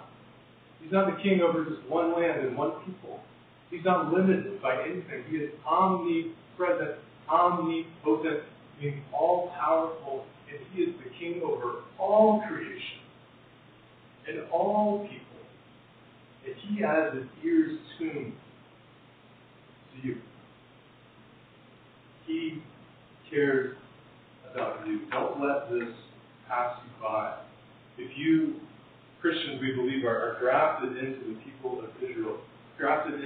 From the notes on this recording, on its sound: Apologies for the poor audio quality!